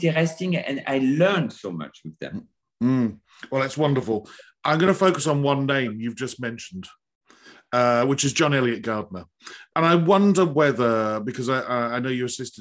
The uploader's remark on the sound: This interview was recorded. Via Zoom.